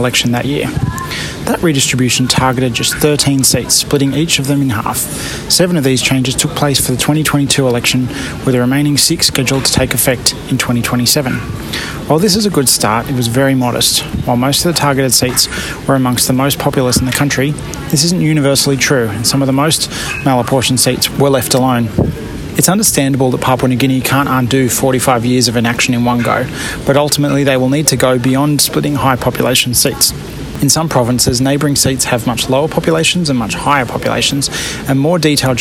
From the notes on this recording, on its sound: Today's podcast was recorded at the roundtable on Boundary Delimitation and Malapportionment in Asia and the Pacific held in Kuala Lumpur, Malaysia on October 28-29, 2023. While there I recorded interviews with six of the other participants.